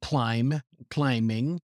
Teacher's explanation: with the word climb, we don't pronounce the final B. That B is silent, even if you use the ing form. So she said climbing.